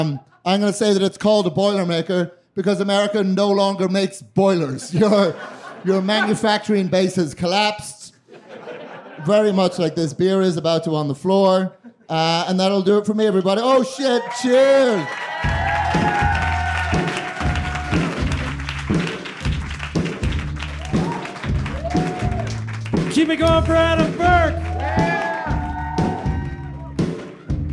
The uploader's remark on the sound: During a special edition of The Narrators at High Plains Comedy Festival last September. During a special edition of The Narrators at High Plains Comedy Festival last September.